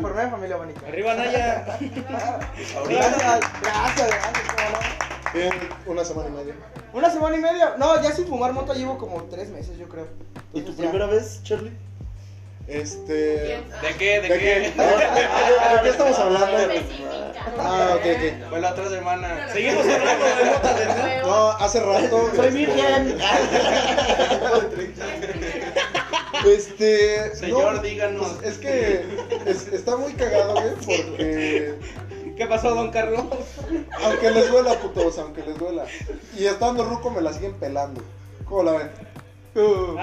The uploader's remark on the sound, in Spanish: Nos invitaron nuevamente a Antikcafe. Nuestro público invitado estuvo muy simpático.